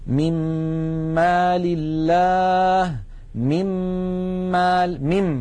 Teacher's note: لاحظوا أننا ننتقل من الميم الأولى إلى الميم الثانية مشددة